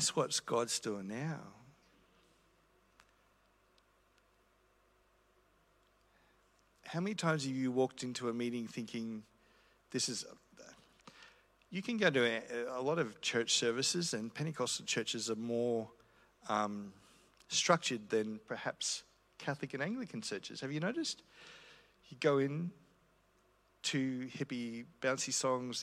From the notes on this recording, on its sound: This is a recording I did about a year ago at The Christian Church in Brisbane.